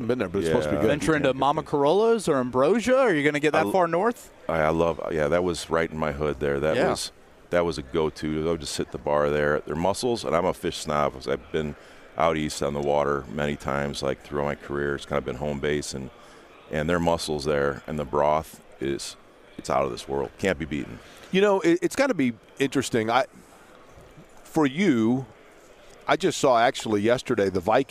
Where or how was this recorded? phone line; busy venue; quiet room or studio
busy venue